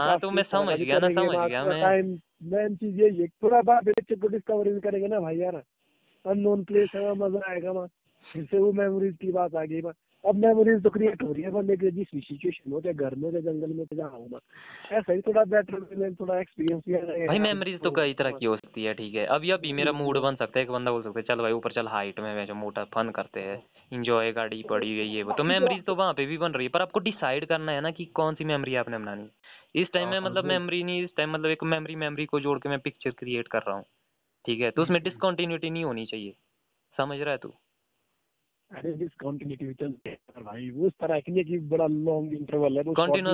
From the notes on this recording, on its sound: A phone talk